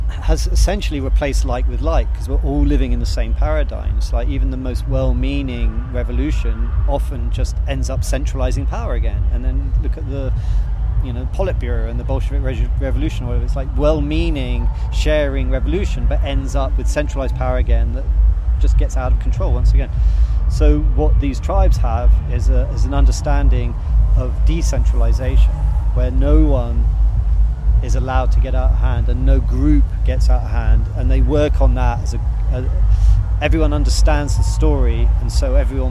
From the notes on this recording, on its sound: goes to NOISILY festival in Leicestershire